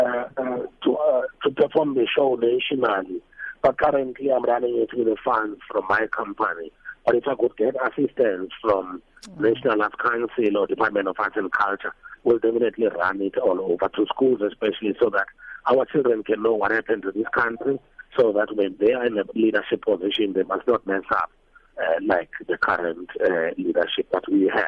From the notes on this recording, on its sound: joined on the line